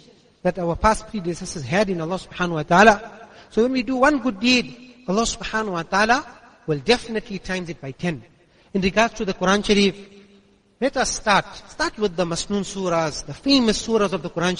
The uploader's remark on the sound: Jumuah lecture at Masjidus Siddique